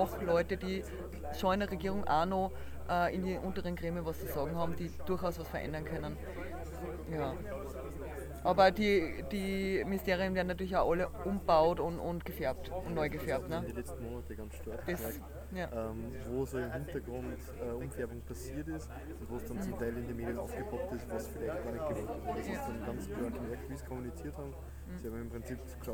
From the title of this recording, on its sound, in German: Live vom Hack Around the Clock